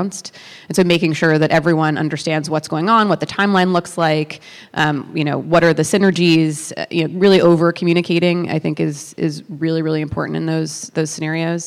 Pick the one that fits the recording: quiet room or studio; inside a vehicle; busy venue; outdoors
busy venue